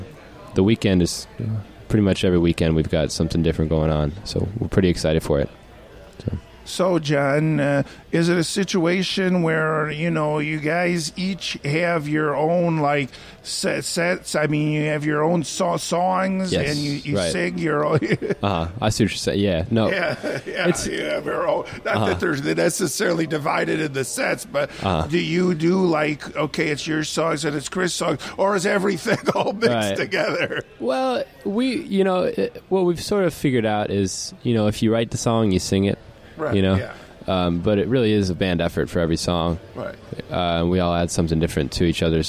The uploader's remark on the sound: The music was recorded in person at Frank's Place in Ocoee